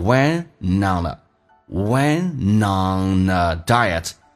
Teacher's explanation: NT 组合 T 去掉用 N 进行连音